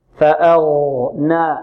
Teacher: عندنا الهمزة ماذا؟ مرققة، والغين مفخمة، والنون مرققة